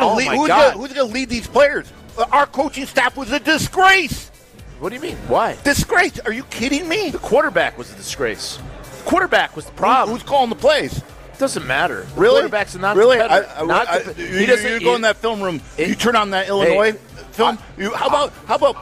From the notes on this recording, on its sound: live from the Great Dane